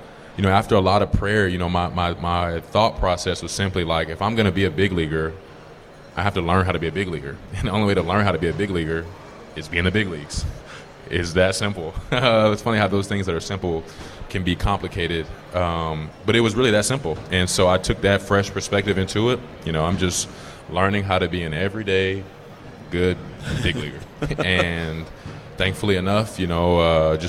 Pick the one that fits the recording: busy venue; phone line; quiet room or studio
busy venue